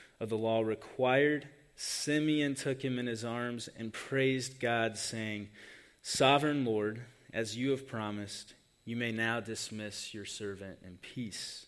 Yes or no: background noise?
no